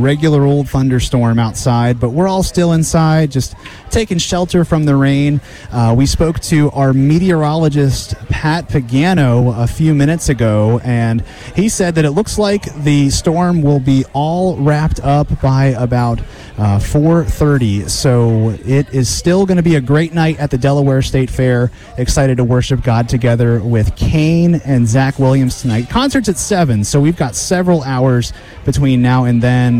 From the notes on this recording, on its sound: broadcasting live from the Delaware State Fair, during a tornado warning!